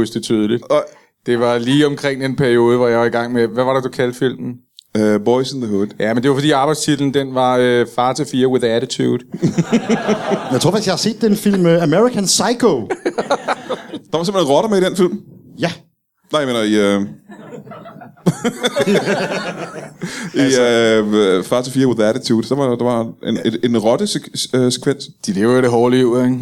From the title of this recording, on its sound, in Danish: LIVE fra Zulu Comedy Festival